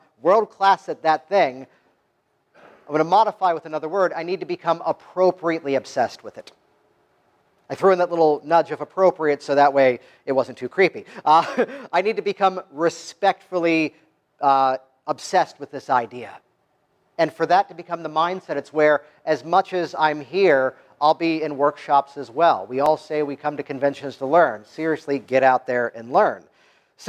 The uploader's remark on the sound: Virtually step into the audience of my featured talk from the 2017 Canadian Hypnosis Conference, an event that took place in late October and was held in Burlington, Ontario.